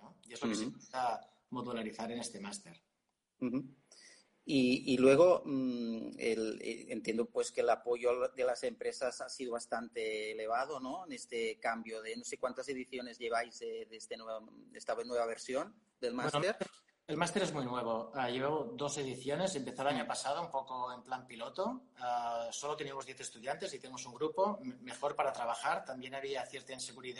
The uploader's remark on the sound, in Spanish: una videocharla en directo